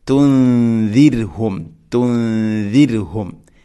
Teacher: തുൻദിർഹും തുൻദിർ അല്ല, റായിനെ തെർക്കയൊക്കെ ചെയ്യണം, നേർപ്പിക്കുകയാണ് വേണ്ടത്.